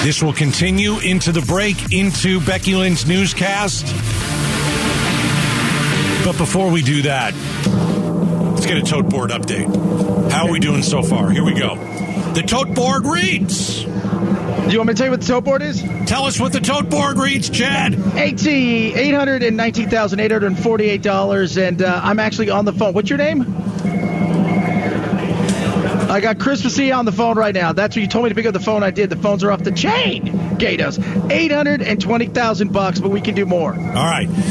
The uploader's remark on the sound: goes live from the Give-A-Thon and takes calls from listeners